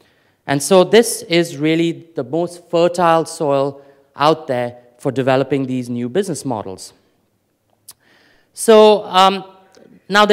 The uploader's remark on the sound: Afrikoin Cape Town 2014 Opening Keynote